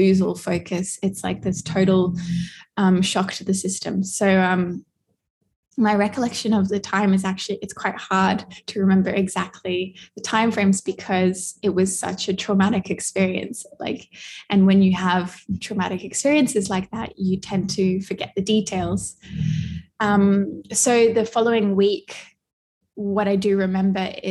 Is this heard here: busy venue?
no